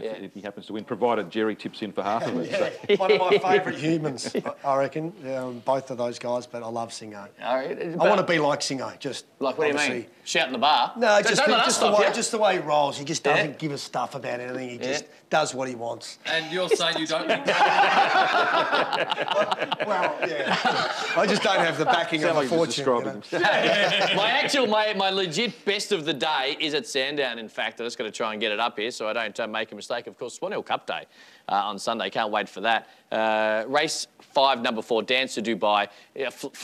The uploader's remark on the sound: live on track at Eagle Farm